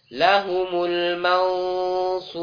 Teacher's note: jadi ketika masuk ke nun langsung suara dirubah tebal